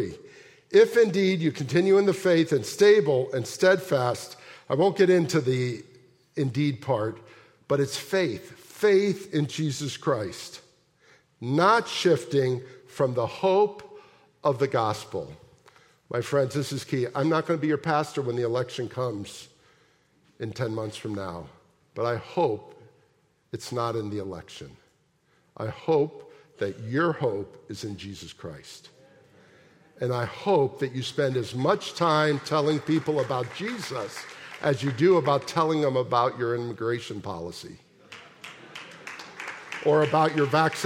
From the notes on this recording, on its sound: at the January 7, 2024 Sunday morning services of Boca Raton Community Church in Boca Raton, Florida